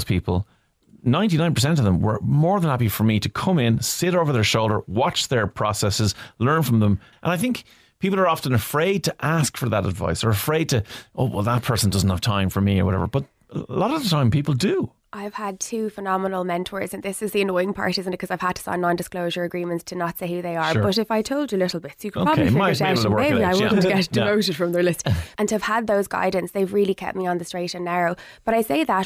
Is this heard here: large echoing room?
no